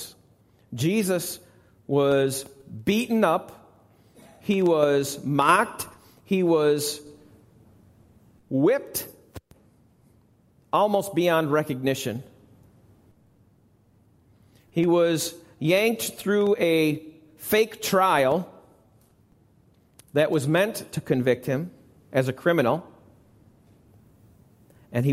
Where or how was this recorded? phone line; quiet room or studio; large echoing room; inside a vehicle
large echoing room